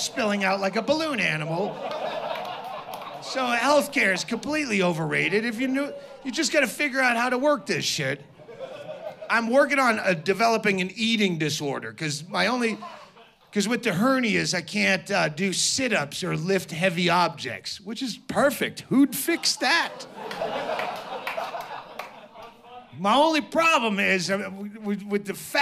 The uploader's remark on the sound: performs live in his hometown of Bisbee, Arizona